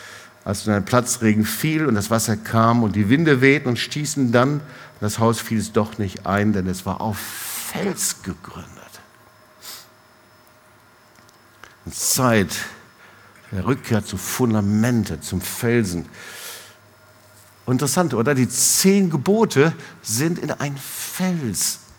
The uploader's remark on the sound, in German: Predigt im Awakening Fire Gottesdienst